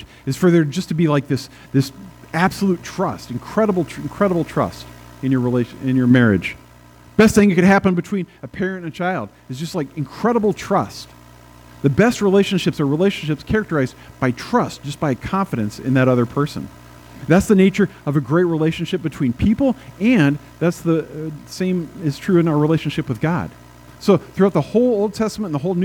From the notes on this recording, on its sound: at First Presbyterian Church in Pine City, Minnesota, on April 24, 2022